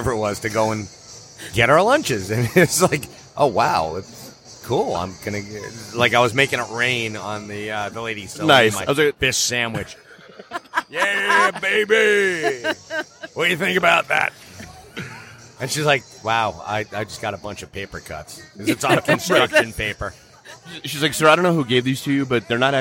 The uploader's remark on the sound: Live from Fantasticon Toledo